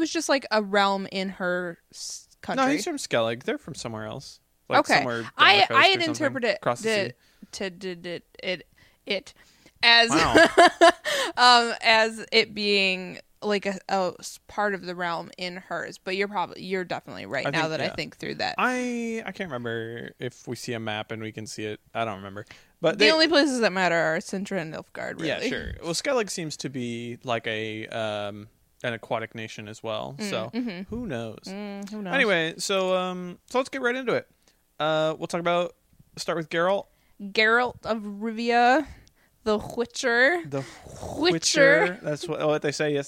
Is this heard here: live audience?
no